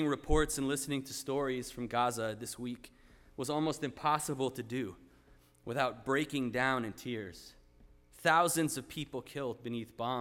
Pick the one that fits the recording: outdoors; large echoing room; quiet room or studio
large echoing room